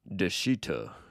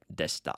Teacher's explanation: the E and the U vowel are often reduced when they appear between certain consonants, specifically something called unvoiced consonants. · Shown in: second take